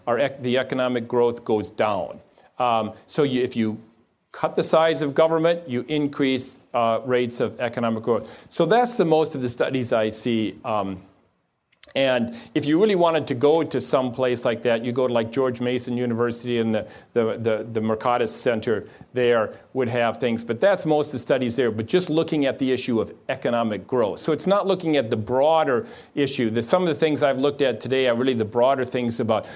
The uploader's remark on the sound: In this episode we bring you an Acton Lecture